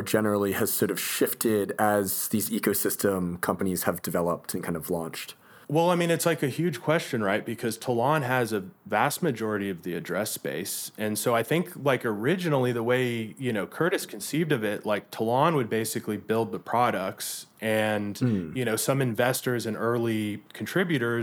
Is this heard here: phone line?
no